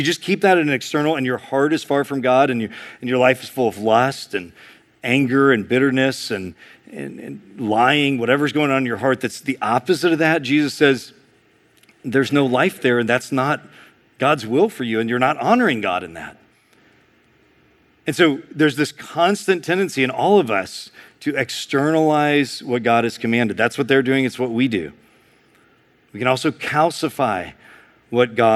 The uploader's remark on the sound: preached in February 2023 at Sojourn East